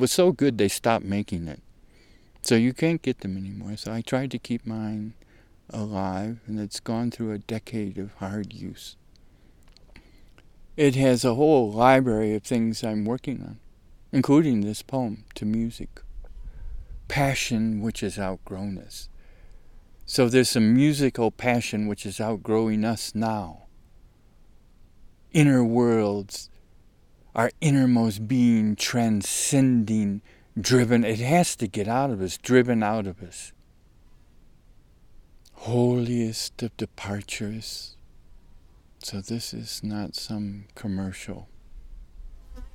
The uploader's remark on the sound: RECORDED THIS SUMMER, at a beautiful alpine lake in the North WALLOWAS